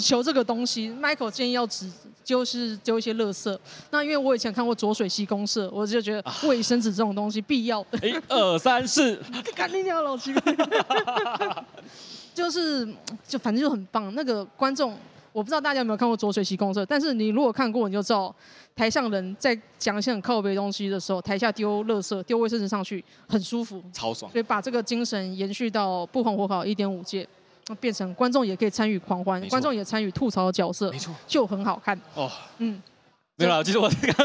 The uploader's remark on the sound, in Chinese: 這一集出外景！來到台南講open mic，表演完立刻就在肯德基錄podcast！